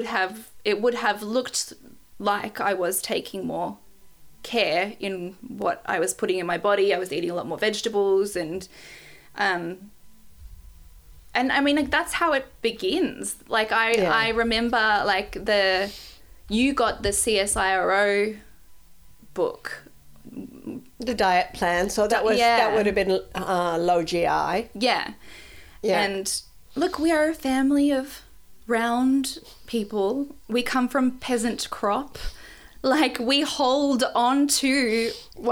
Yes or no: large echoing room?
no